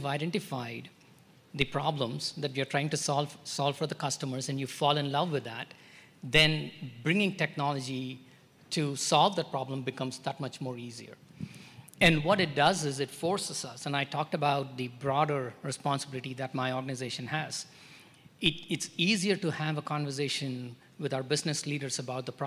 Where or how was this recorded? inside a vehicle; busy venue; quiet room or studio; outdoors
busy venue